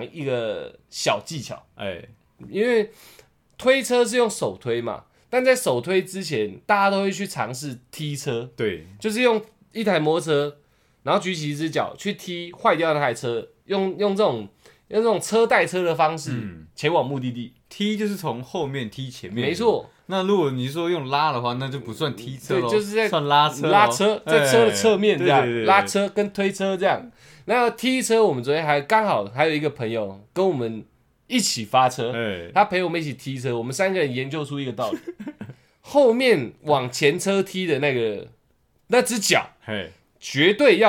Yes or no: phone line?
no